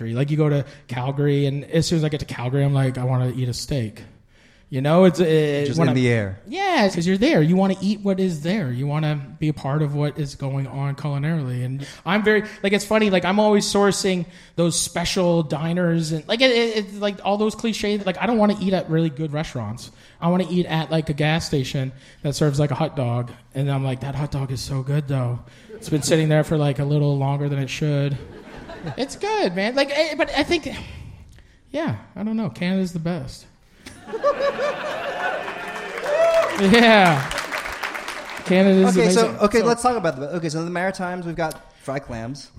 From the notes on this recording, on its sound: Live from Hot Docs Podcast Festival. This week’s show was recorded live at the Hot Docs Podcast Festival in Toronto.